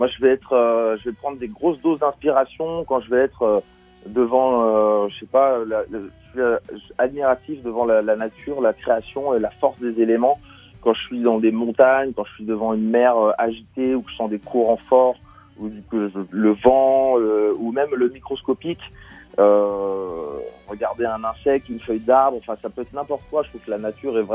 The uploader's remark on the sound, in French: On en parle ce midi par téléphone avec son auteur.